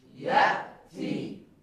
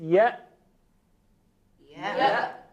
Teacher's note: پس معلوم میشه حرف همزه مستقیما داخل خود حنجره تولید میشه